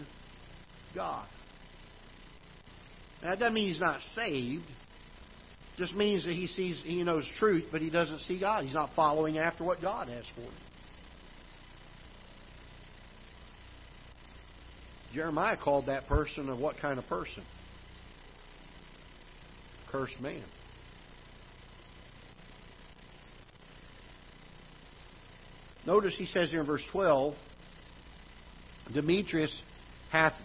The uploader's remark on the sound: Ketha Heights Baptist Church ~ Live Broadcast